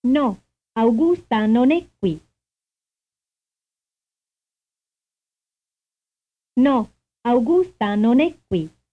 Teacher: placing the major stress on è